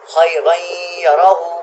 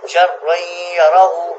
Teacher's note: نون ساکن یا تنوین کو غنہ کے ساتھ ملا کر پڑھیں گے · Term: ادغام